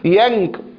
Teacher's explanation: غنة القاف والكاف أبعد الغنن عن مخرج النون الساكنة أو التنوين في حكم الإخفاء الحقيقي، إلا أن الفرق بينهما أن غنة الكاف مرققة وأن غنة القاف مستعلية مفخمة.